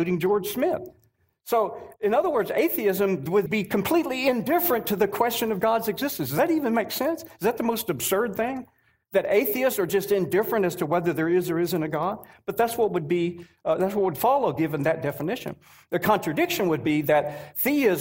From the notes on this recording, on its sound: At the 2023 Evidence and Answers conference. 2023 Apologetics Conference.